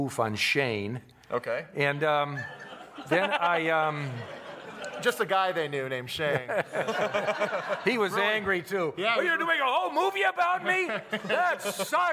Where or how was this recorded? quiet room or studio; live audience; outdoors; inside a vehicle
live audience